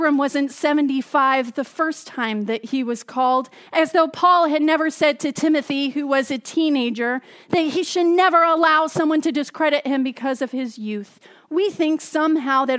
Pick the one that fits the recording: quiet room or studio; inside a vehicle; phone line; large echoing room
large echoing room